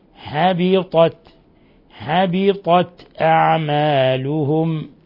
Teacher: لاحظوا كيف فخمنا الطاء ورققنا التاء